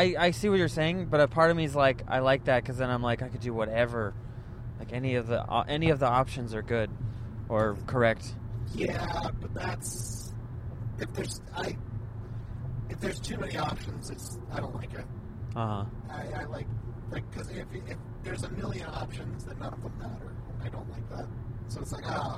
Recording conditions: inside a vehicle